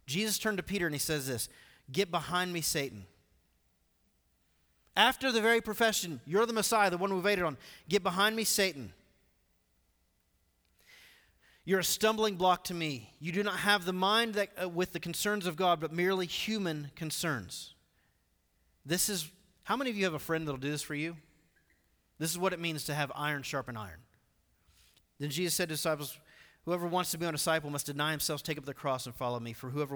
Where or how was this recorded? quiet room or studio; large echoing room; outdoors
large echoing room